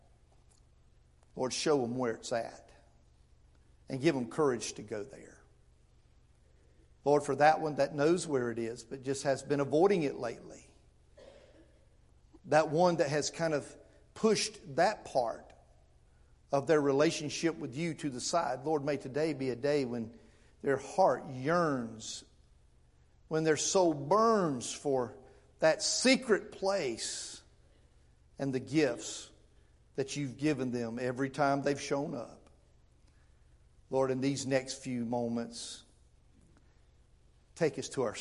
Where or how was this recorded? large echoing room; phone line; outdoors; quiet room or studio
large echoing room